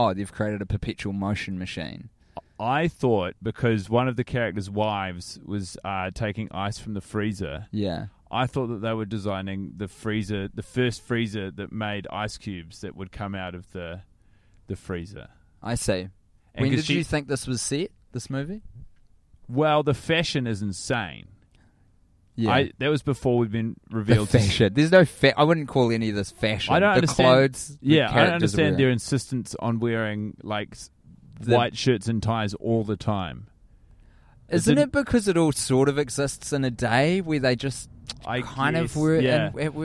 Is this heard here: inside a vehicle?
yes